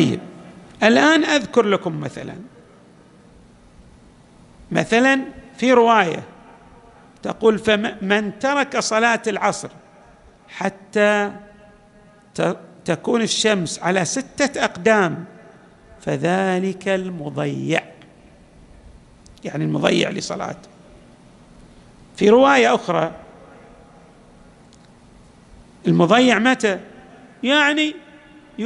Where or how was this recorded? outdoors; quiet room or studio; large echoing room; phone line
large echoing room